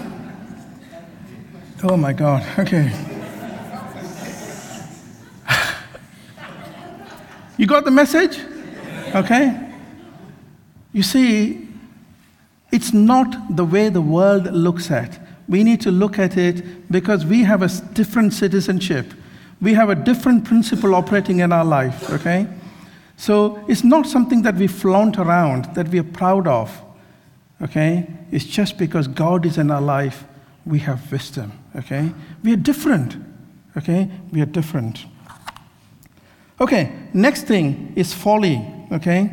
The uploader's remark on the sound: This sermon was recorded on Sunday 30th July 2023 at our Great Denham venue.